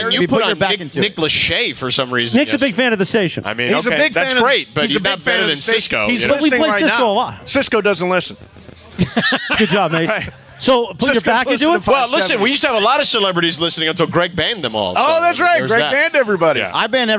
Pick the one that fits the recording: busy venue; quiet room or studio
busy venue